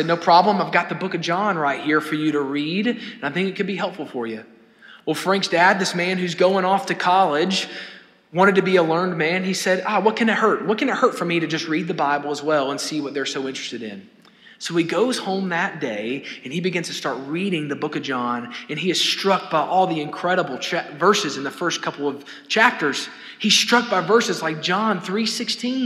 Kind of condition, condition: setting, large echoing room